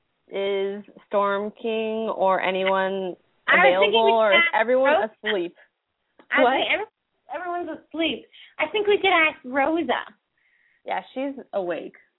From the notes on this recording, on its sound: open up the lines for listeners to call